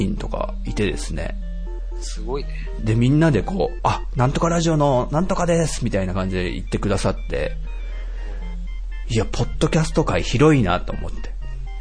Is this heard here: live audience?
no